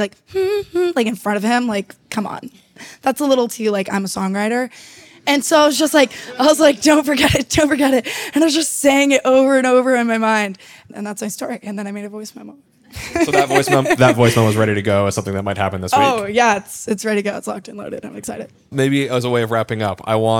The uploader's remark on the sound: This conversation happened live at the College of Performing Arts at The New School as part of Anti Social Camp 2023, the largest song camp in the world that is working to revive to the NYC songwriting scene.